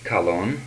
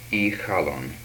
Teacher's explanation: These are stop and fricative velars